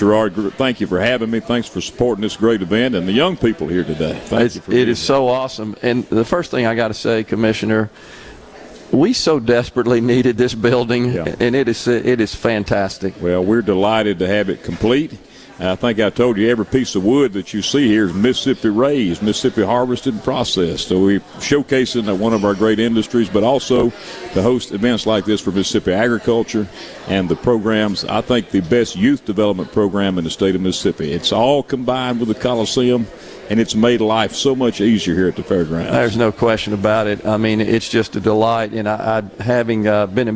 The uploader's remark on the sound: MidDays is LIVE from the Trademart at the Mississippi State Fairgrounds for the Annual Dixie National Rodeo and the Sale of Champions